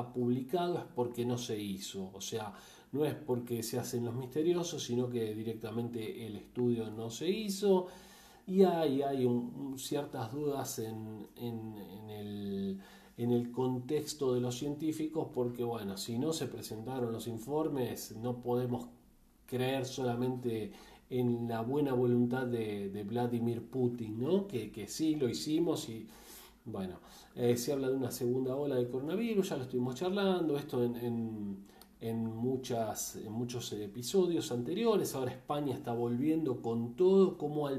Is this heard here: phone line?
no